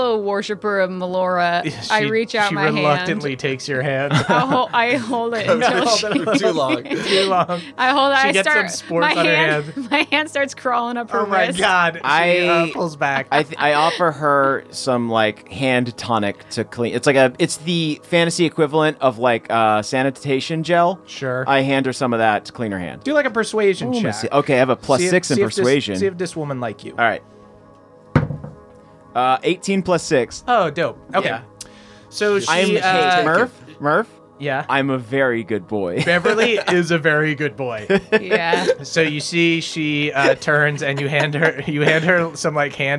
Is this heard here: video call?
no